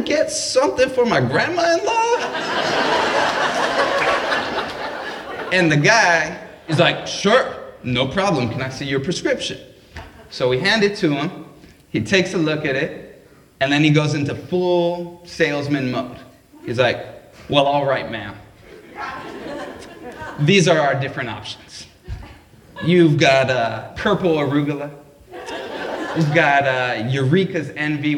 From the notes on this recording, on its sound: Recorded live at the Mill Valley Public Library's "Naked Truth" event.